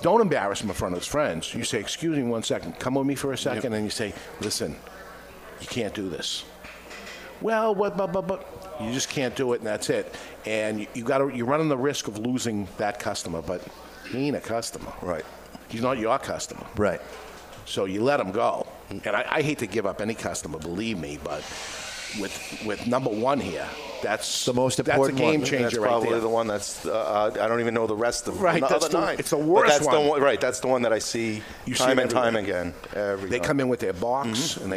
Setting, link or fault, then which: setting, live audience